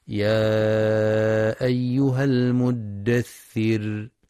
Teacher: في بداية سورة المدثر، بسم الله الرحمن الرحيم، يا أيها المدثر، ينتبه القارئ للمد المنفصل في يا أيها، حيث يمد أربع أو خمس حركات في رواية حفص من طريق الشاطبية، وينتبه القارئ لترقيق الراء وقفا في كلمة المدثر